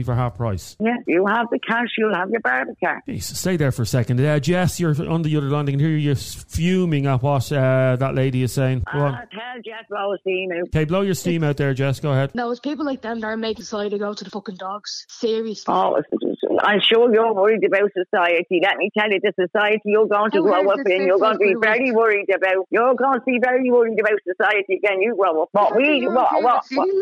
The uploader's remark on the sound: A woman phoned